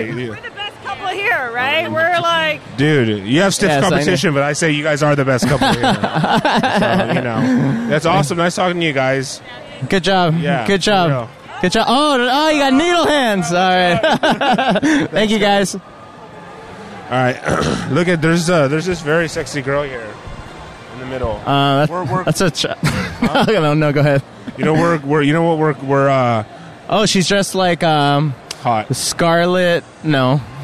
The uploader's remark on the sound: LIVE from LA Comic Con